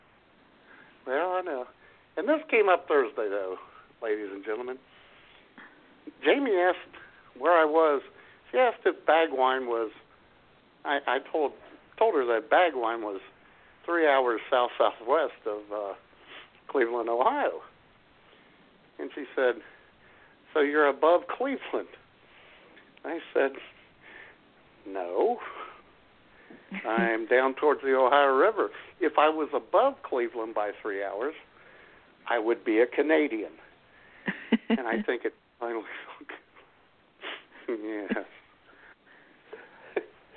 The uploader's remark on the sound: Your phone calls as IWS Radio presents.